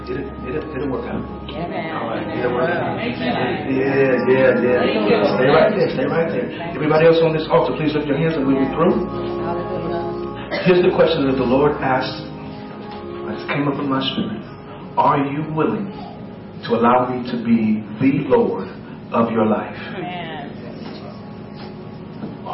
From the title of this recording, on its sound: LIVE from 1st COGIC in Decatur, IL